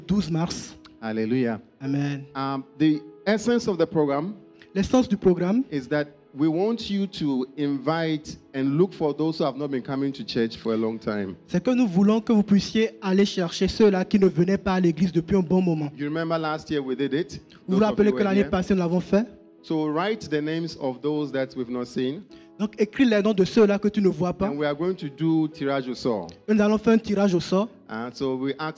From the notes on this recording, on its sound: Preached during Joyful Hour Sunday Service